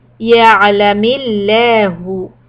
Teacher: the لفظ جلالة لام will be soft because there's a كسرة on ميم